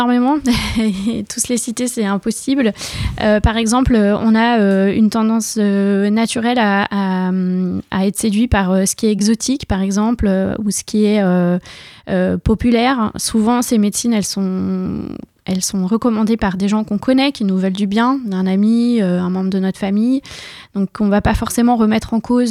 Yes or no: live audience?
no